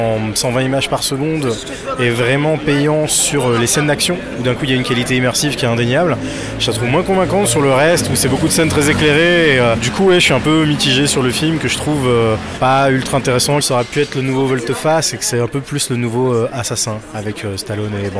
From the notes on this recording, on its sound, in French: Enregistré au Hurling pub (8 Rue Descartes, 75005 Paris), le vendredi 4 octobre 2019.